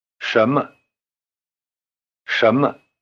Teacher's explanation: In normal speech, the tone pattern of 什么 sounds rather like a rising tone over both syllables.